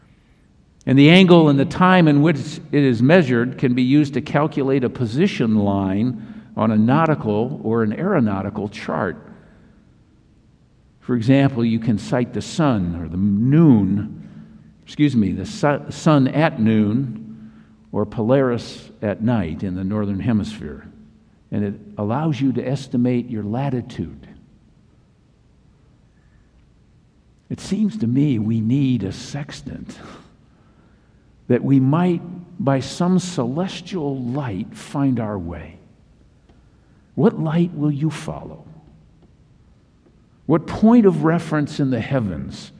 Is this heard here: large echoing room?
yes